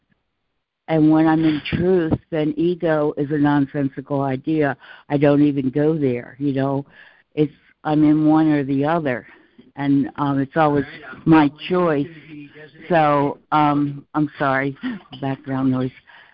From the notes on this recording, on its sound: ACIM Daily Conference Call.